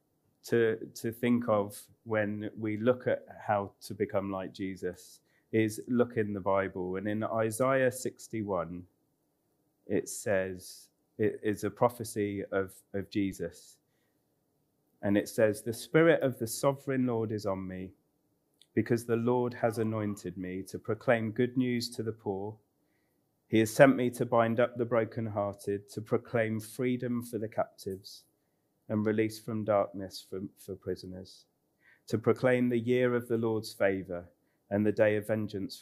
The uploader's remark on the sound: Recorded on 7th Nov 2021 at Central Vineyard Northampton, Sheep Street